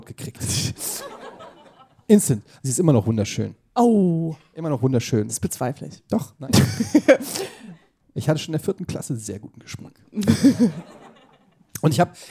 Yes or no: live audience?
yes